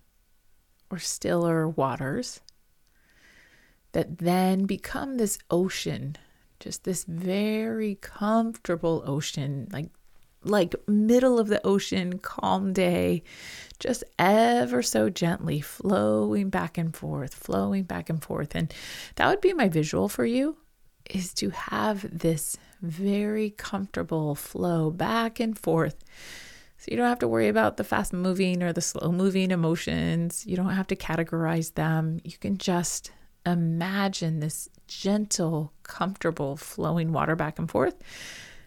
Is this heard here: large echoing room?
no